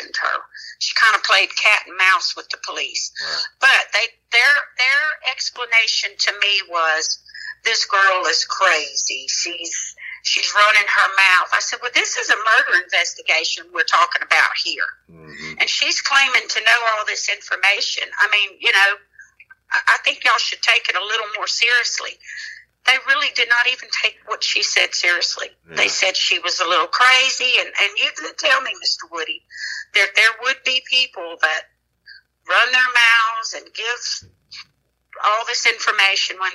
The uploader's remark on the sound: This episode is an unedited and emotional phone conversation